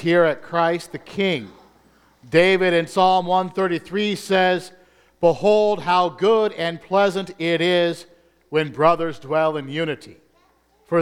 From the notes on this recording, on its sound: Combined Service with First English Lutheran. As the recording is entirely from the the Christmas Day service, it does not follow the Bulletin exactly.